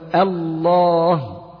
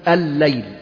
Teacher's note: في الحقيقة أن أصل كلمة الله إله، فأسقطت منه الهمزة اللي هي إي وأدخلت عليه لام التعريف، فالتقت اللام، فالتقت بلام بعدها اللي هي لام التعريف ال مع اللام بتاعت الله، فأصبحت لام مشددة، فأدغمت اللام الأولى في اللام الثانية للتماثل لأنهم متماثلين. فمثل كأن تقول الليل، اللام هنا لام التعريف دخلت على ليل فأدغمت.